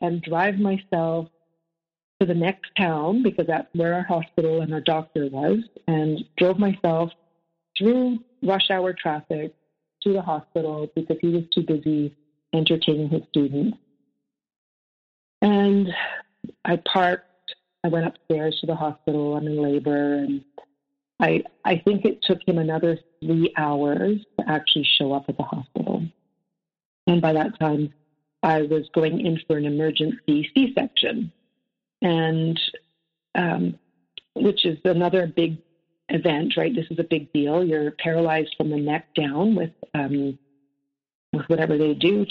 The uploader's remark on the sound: The sound on this episode changes dramatically as it's over two different calls and a few different devices.